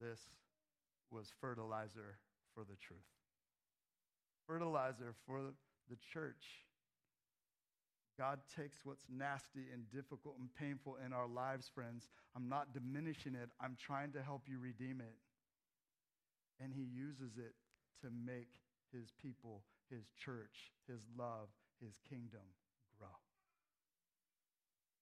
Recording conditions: large echoing room